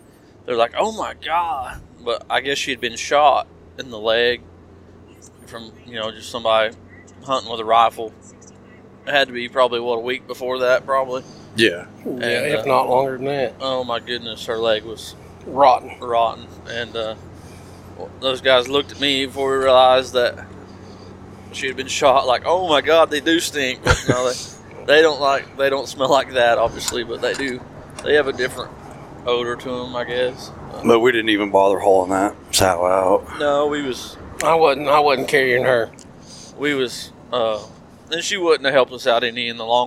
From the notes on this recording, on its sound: On the drive home we recorded a run down